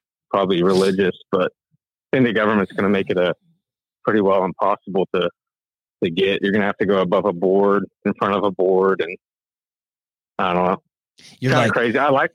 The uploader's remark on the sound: Live Call In Show